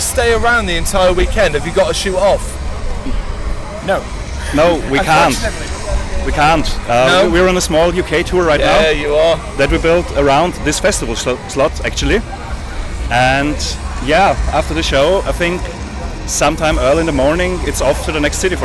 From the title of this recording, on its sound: Bloodstock 2023 Interviews